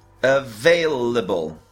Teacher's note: Então, a única com som mais aberto de vogal é o VEI. Então, o A, o outro A e o E eles são schwa.